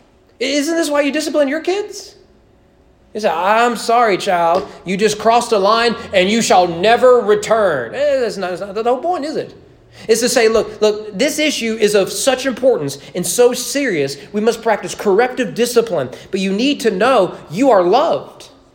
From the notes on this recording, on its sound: Sermon preached at East Frankfort Baptist Church on February 21, 2021 during evening worship.